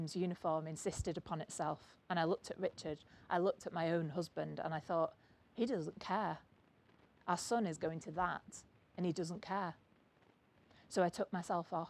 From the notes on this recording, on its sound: as part of the Cream of Cornish event at the 2022 North Cornwall Book Festival.